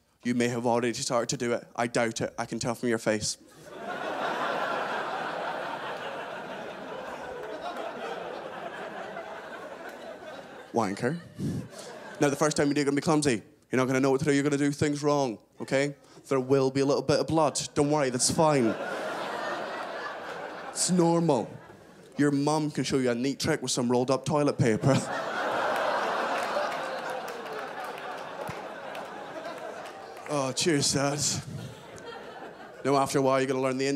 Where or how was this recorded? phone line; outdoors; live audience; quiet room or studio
live audience